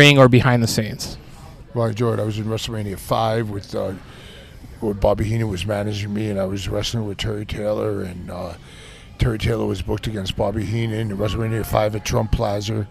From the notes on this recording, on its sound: this one was recorded at 9 Planets Comics and Collectibles Summer Suplex event